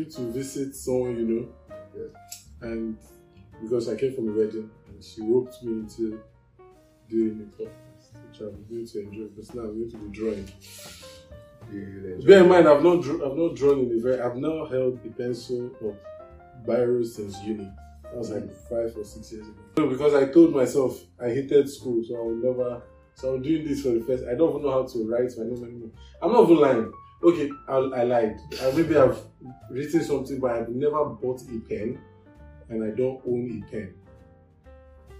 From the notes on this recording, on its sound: Yeah I know the audio is weird